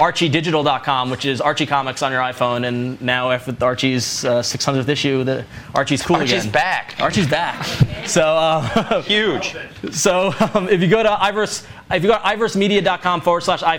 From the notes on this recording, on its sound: Recorded live in front of a comic book audience. At Jim Hanley's Universe! We talk the books of the week and take lots of audience questions.